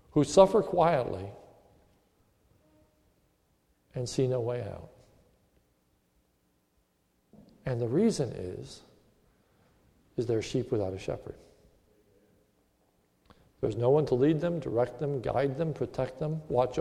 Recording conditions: large echoing room